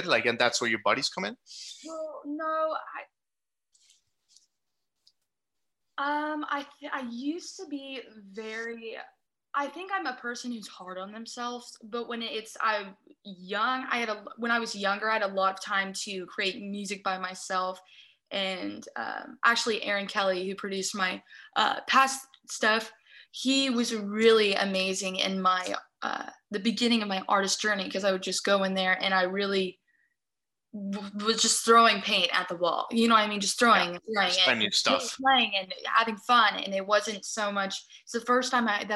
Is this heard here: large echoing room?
no